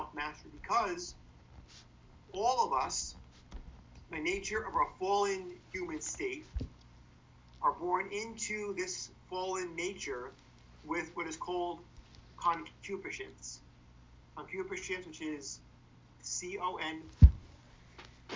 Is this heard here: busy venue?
no